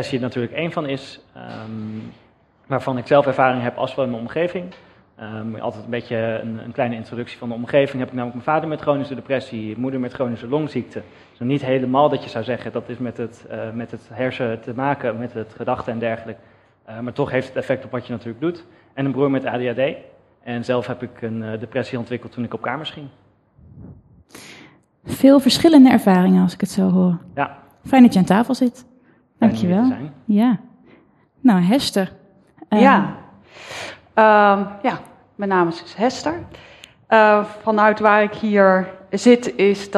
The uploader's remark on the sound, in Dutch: 1 Uur Over… is een live gespreksprogramma dat werd opgenomen in de Serre van de Botanische Tuinen in Utrecht.